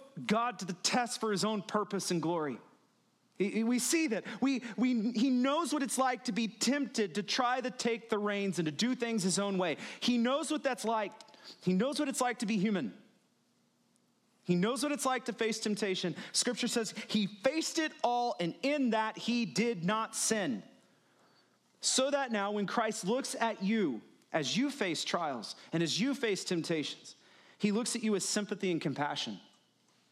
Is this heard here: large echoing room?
yes